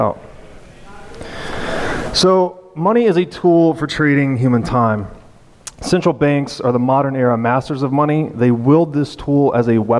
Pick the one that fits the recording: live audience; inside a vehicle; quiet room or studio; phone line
live audience